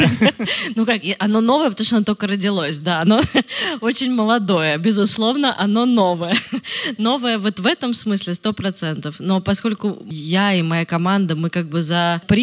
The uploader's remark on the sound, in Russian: Это необычный выпуск подкаста «Соседний столик» — он был в формате открытой записью со 120 зрителями в офлайне. Это получилось благодаря открытому городскому пространству Хлебозавод и площадке «Гостиная 9».